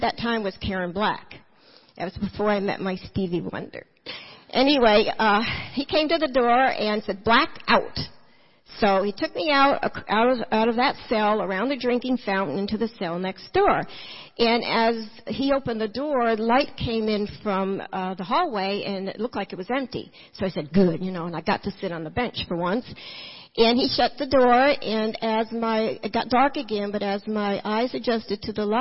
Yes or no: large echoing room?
yes